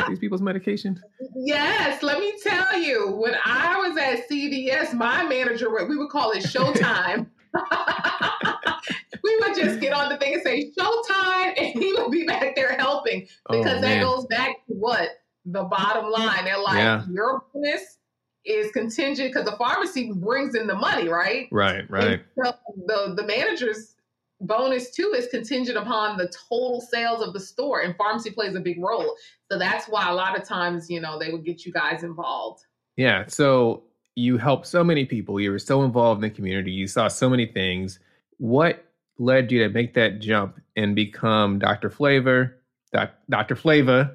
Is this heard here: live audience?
no